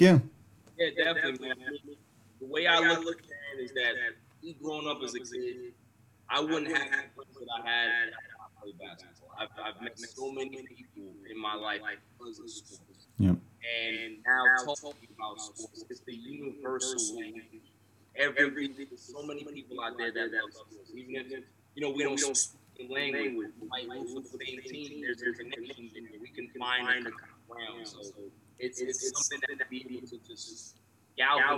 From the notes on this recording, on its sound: This week has been tough because we have had audio troubles and don't know why. We were recording just as game 6 between the Atlanta Hawks and Philadelphia 76ers was about to begin.